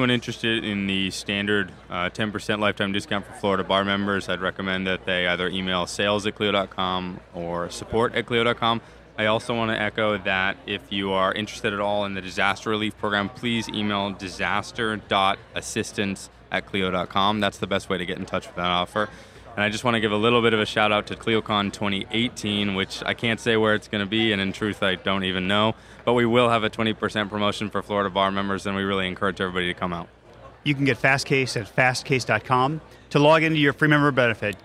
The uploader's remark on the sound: Recorded at the 2017 Clio Cloud conference.